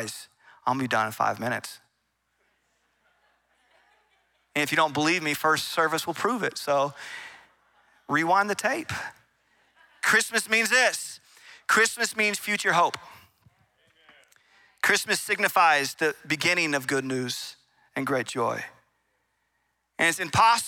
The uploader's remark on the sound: Recorded in Meridian, Idaho on December 17, 2023 at Capital Church.